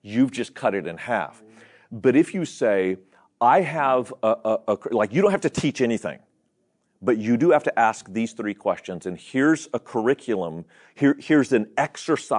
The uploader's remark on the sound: This episode is from Renew, recorded at the National Disciple Making Forum.